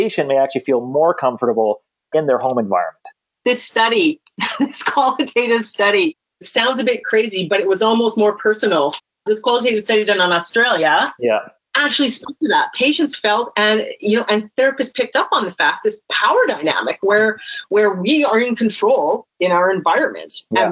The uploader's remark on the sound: Shares the recording of their Virtual Coffee Webinar for the College of Physical Therapists of BC.